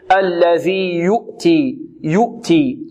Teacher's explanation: الذي يؤتي يؤتي هنا نحافظ على ضم على الضمة التي على الياء. الضمة سميت ضمة لأن فيها ضم الشفتين. البعض يقول الذي يؤتي يؤتي يو لا الصحيح الذي يؤتي يؤتي وكل مضموم فلم يتم إلا بضم الشفتين ضمة كما يقول الطيبي.